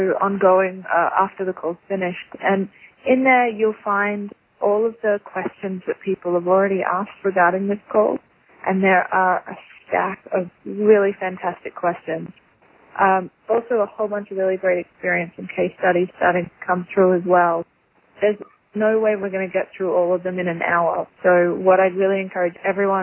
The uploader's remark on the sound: Call recorded on August 9, 2012.